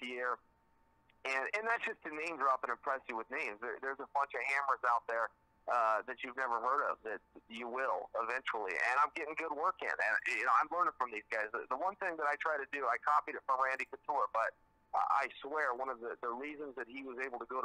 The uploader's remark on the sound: Bellator MMA held the Bellator 170 media conference call with fighters from the Bellator 170 fight card.